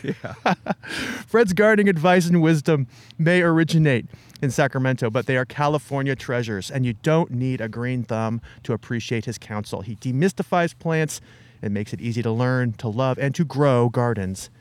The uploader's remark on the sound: This episode was recorded in person at Open Garden Day at the Fair Oaks Horticulture Center in beautiful Fair Oaks, California.